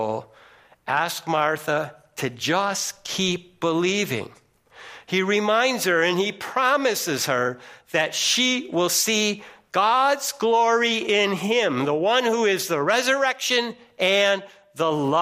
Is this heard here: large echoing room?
yes